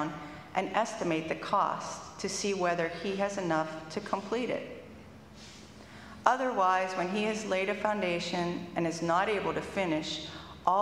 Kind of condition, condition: setting, large echoing room